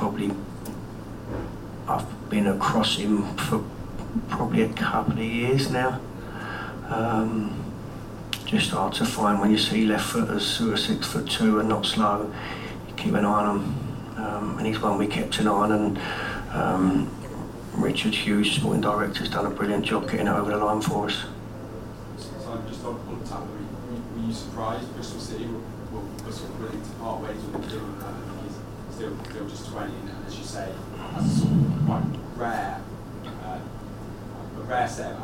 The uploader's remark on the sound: PRESS CONFERENCE